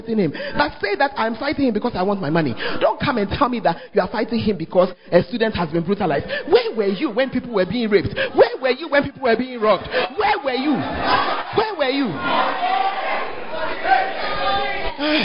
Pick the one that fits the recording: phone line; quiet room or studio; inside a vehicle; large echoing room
large echoing room